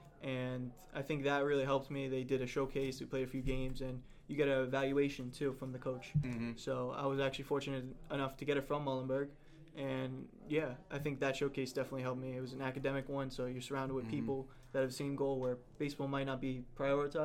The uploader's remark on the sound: we are filming live from Showtime Athletics in Holbrook, NY